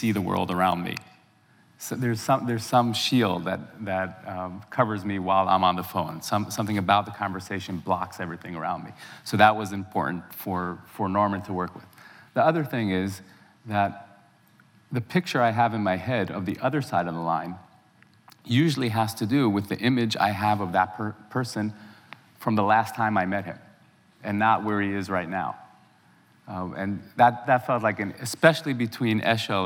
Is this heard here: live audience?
yes